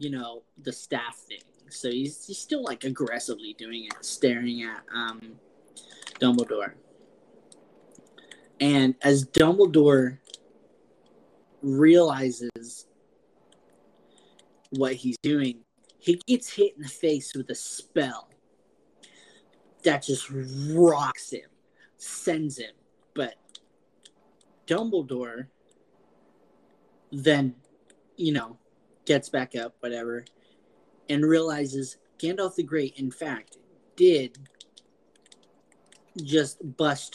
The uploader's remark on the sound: We had an audio malfunction during the episode record.